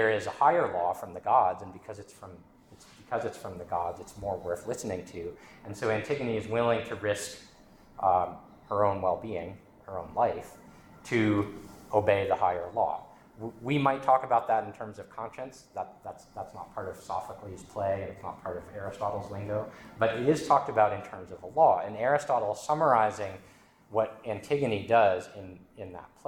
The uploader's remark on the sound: This lecture was given on June 21st, 2023, at Stonyhust College.